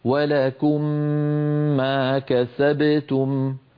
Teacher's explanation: والميم الأولى ساكنة فوجب الإدغام، فنقول ولكم ما كسبتم، فندغم الميم الأولى في الثانية ونطول الغنة